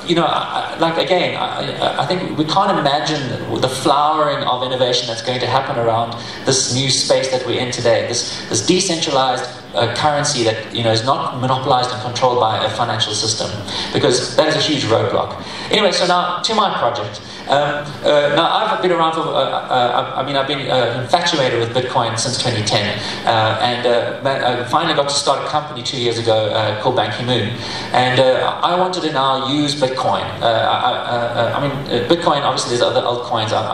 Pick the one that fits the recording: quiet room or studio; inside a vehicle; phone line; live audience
live audience